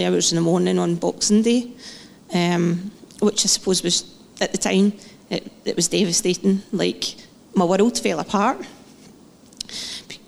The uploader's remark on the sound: Live podcast from Testimony Sunday.